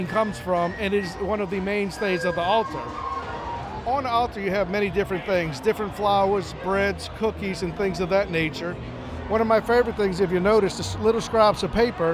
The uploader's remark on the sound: a special postcard from the festival grounds